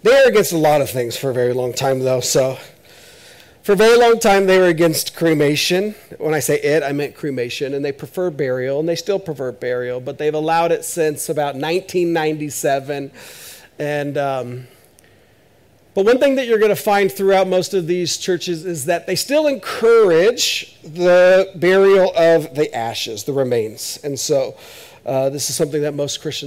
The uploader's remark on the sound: This is audio ripped from the Live Service video.